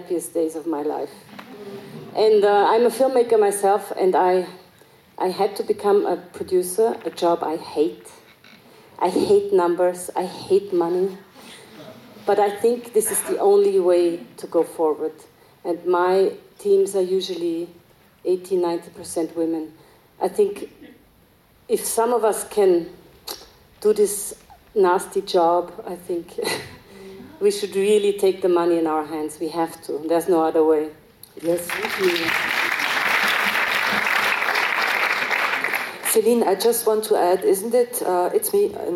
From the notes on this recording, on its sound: This talk was recorded as part of the two day Forum on Feminist Perspectives, held at Vienna’s Stadtkino in November 2022.